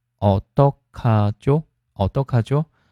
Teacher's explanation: 第三个字辅音变成送气音